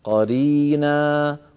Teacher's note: المد العوض أيها الإخوة بمقدار حركتين، قرينا ولا يزيد على ذلك، لا يصح تطويله عند الوقف.